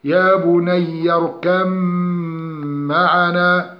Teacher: إضغام صغير بغنة، وهو أن يأتي بعد الباء الساكنة ميم، فإن الباء تبدل ميما ساكنة ثم تضغم في الميم فتصبح الميم ميما مشددة بغنة قدرها حركتان